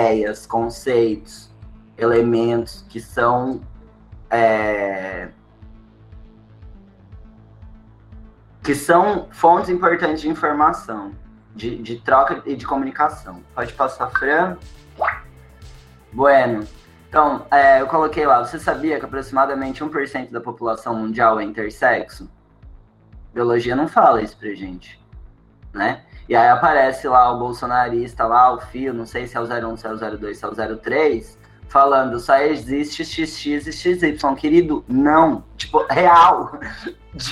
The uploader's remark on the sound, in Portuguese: Essa conversa foi a primeira mesa redonda da X Semana Acadêmica de Moda, que aconteceu via Google Meet.